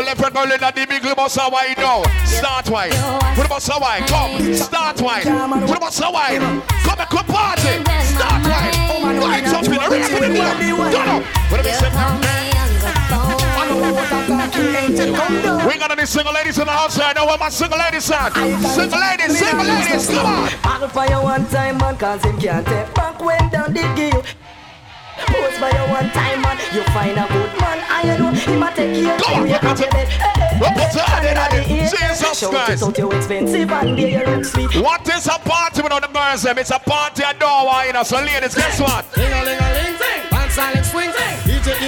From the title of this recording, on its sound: Ravin (Miami Carnival Weekend) 10/6/18 (LIVE AUDIO)